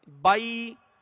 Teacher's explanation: जबर अदा होकर जब या अदा करेंगे तो आवाज को गिरा देंगे · Term: या लीन